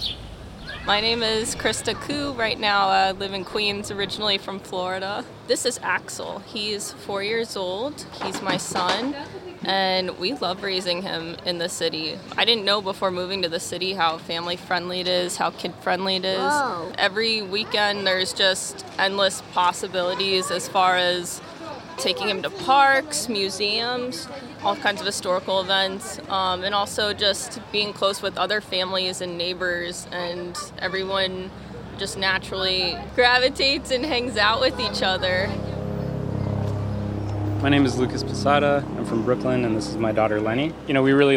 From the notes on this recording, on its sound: We post up outside the Brooklyn Children’s Museum to hear what’s top of mind for some New Yorkers.